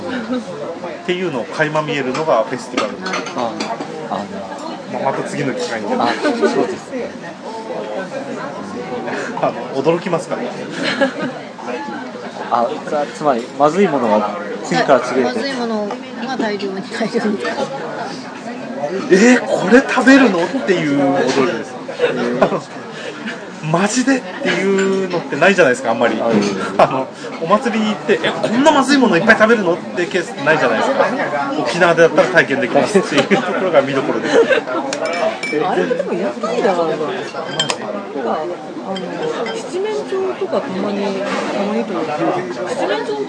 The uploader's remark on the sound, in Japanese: 居酒屋収録の模様から蔵出しでお届け。